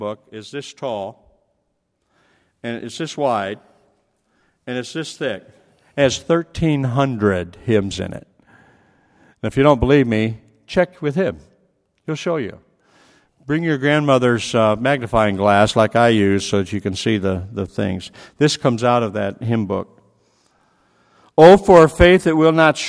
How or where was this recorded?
large echoing room